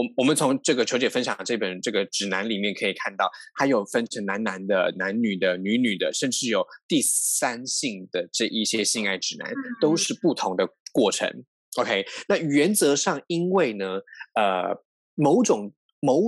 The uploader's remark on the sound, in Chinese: 本集節目使用 Zoom 遠距錄音，固有音質不佳、斷訊之情況敬請見諒